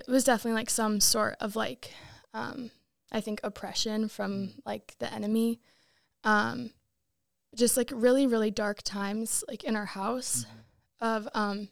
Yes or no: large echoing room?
no